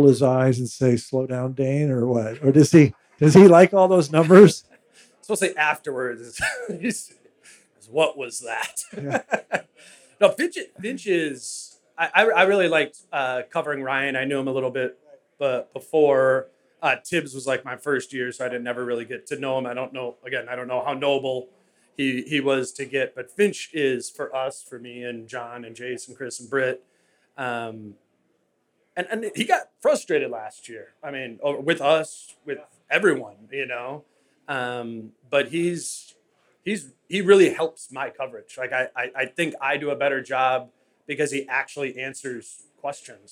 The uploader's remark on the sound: Live at Falling Knife Brewing Company. Live Q+A.